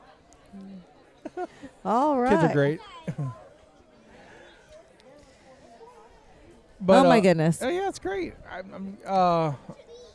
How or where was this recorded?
busy venue